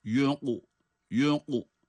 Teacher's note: kaf harfi cezim ile kalkale ve kalın.